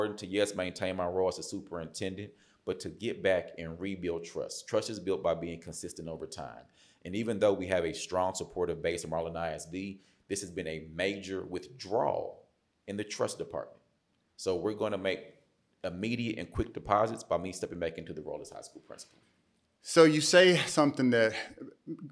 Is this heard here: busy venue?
no